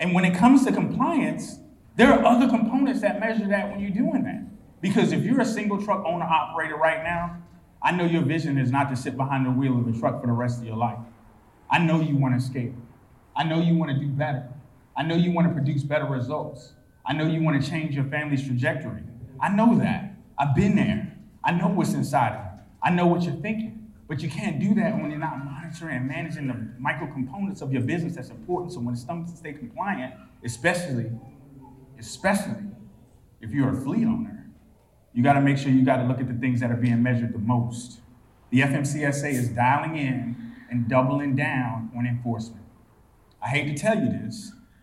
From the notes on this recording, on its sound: Talk early on the last day of the Mid-America Trucking Show Saturday, April 1. In the audience. More from my talk at MATS.